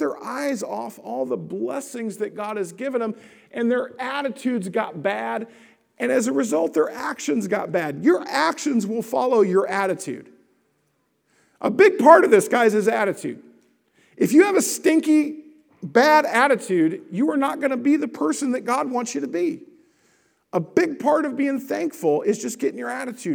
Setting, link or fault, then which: setting, large echoing room